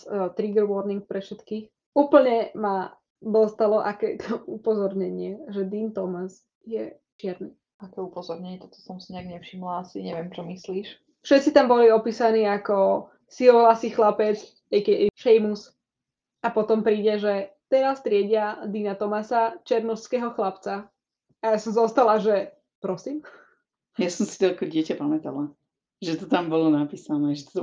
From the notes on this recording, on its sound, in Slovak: Taktiež sa stal menší nešvár a to, že nám ku koncu epizódy začal mierne zlyhávať mikrofón. Prosím, odpustite nám menej kvalitné audio a zvýšený počet strihov.